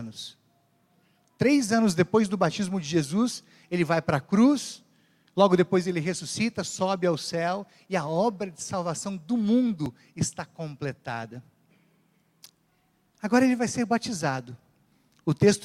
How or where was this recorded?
live audience